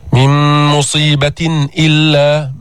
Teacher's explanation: أظهرنا النون الساكنة، أظهرنا التنوين عند الهمزة، الهمزة من حروف الحلق · Term: الإظهار الحلقي